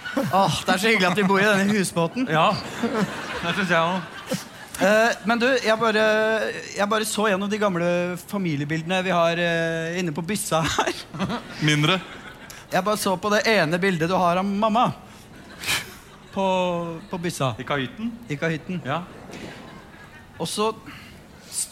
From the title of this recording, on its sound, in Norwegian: Live fra Salt